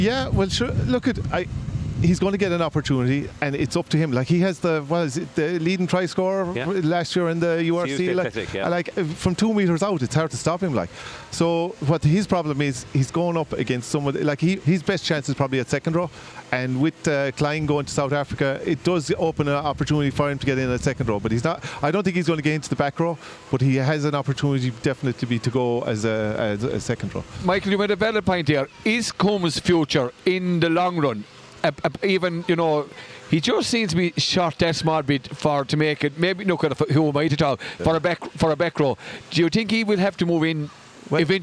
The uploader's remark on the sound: A first for the lads this week as the show was broadcast live at 1pm On Saturday as part of the 2023 Harbour Festival.